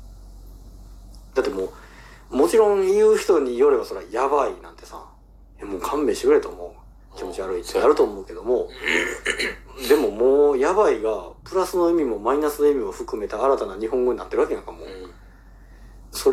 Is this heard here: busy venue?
no